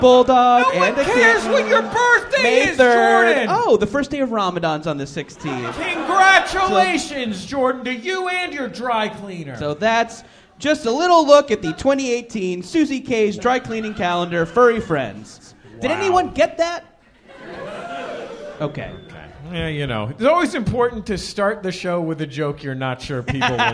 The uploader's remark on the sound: Take a break from their usual studio recording for a live episode from the Gateway Theater in San Francisco as part of the 2018 SF Sketchfest.